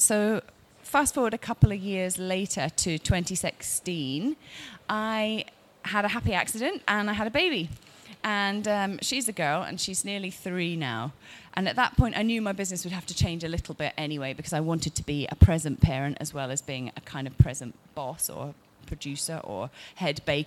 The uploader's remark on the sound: This talk was recorded at Summer Funday Sunday at by CHLOE. In the O2, Greenwich, London.